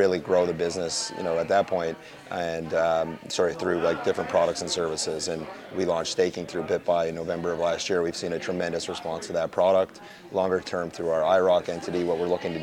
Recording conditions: busy venue